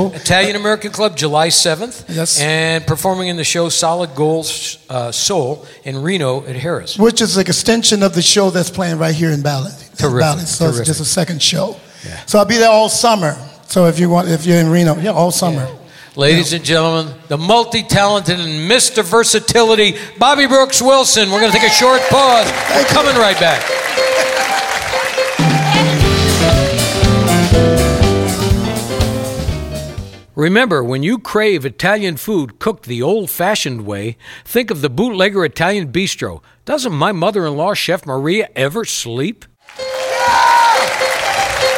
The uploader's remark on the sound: Live at the South Point Casino